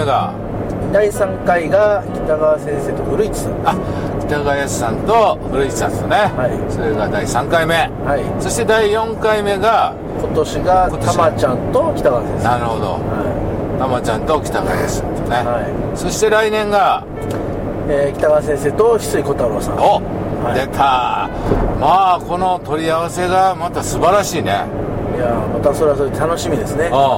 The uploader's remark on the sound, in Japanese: 埼玉県。ドライビング対談収録をいたしました。